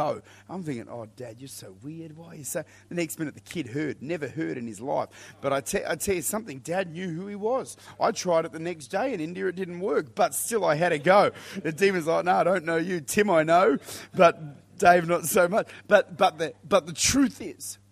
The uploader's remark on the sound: Recorded at Lifepoint Church, this is a Wednesday Night teaching on the Holy Spirit.